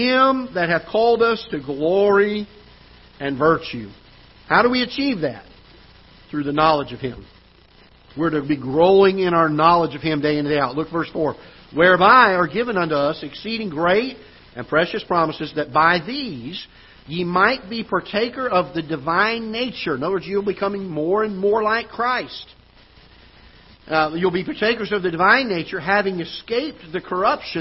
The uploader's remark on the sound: Ketha Heights Baptist Church ~ Live Broadcast